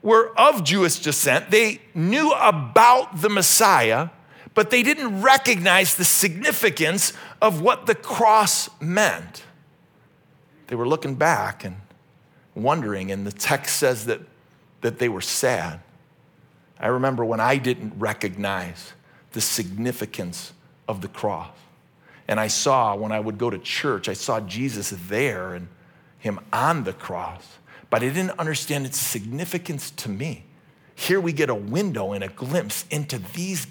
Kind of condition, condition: setting, large echoing room